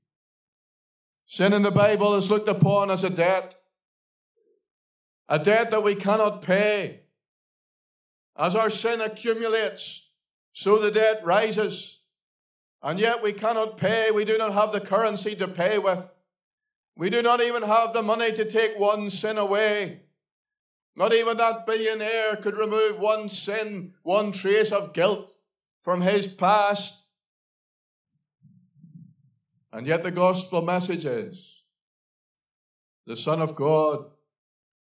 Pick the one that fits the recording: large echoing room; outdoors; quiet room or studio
large echoing room